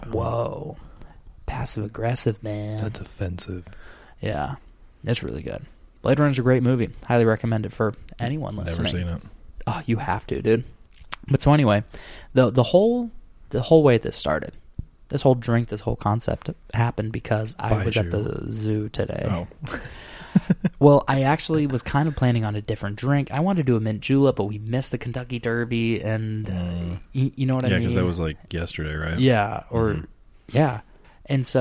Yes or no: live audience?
no